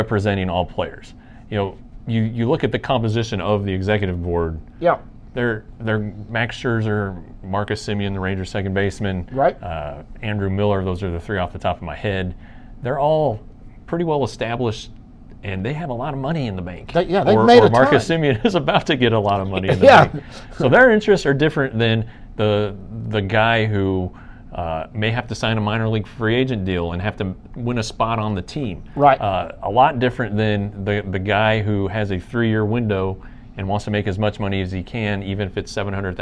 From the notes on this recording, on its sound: Excuse the audio, this was done on a concourse without our studio equipment